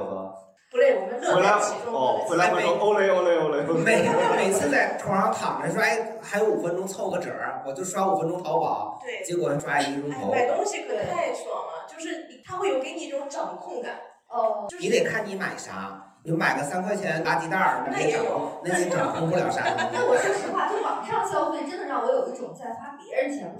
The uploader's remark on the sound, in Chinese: 最近两期由于场地不熟悉，设备出了问题，只能用备用素材，所以音质稍有问题。